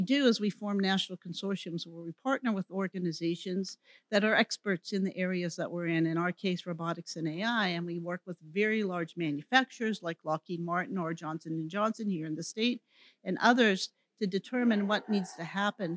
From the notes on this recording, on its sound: Recorded at the 2023 Florida Chamber Annual Future of Florida Forum. Recorded live at the Florida Chamber's "Future of Florida Forum," from Hyatt Regency Grand Cypress Resort in Orlando near Florida’s Disney World.